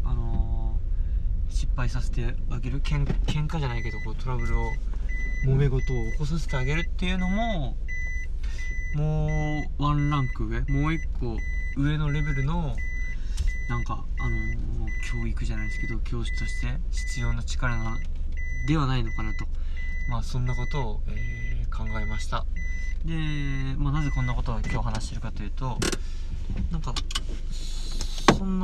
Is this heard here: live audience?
no